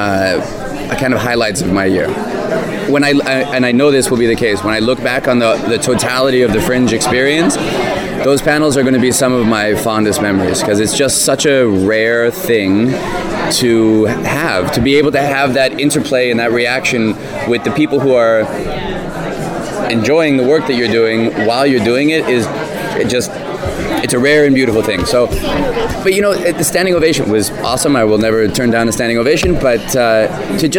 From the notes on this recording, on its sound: Recorded at San Diego Comic Con.